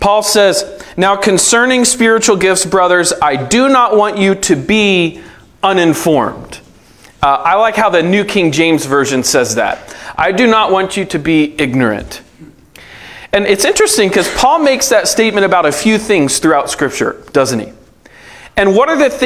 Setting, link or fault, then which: setting, live audience